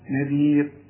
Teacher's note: شوف الراء أنا وقفت عليها مع العلم عليها ضمتين، لكن الراء ما دام قبلها ياء تقف عليها وهي مرققة